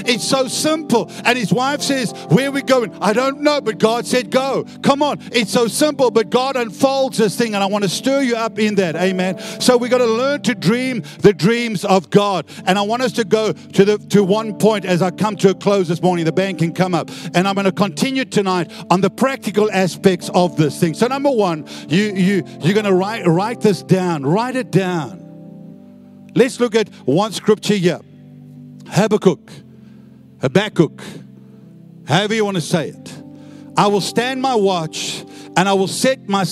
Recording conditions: large echoing room